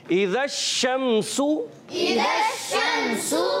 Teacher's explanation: شین کو مشدد ہونے کی وجہ سے ذرا رک کر ادا کریں گے